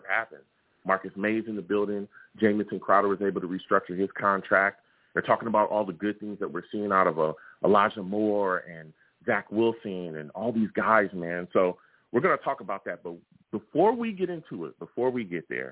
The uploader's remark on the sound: I take live callers as well!